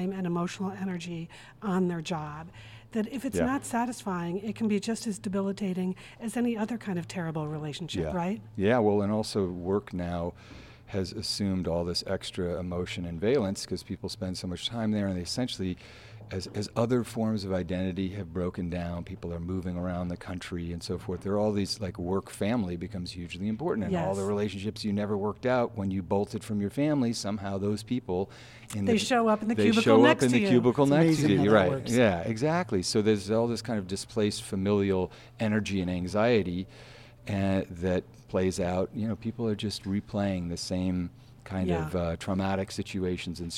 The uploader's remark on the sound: For today’s episode, we’re coming to you live from the LA Times Festival of Books.